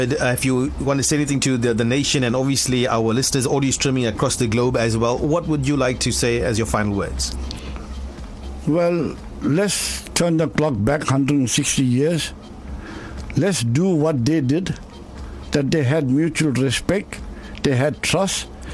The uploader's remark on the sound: The Official Drive held a live broadcast at the 1860 Heritage Centre in Durban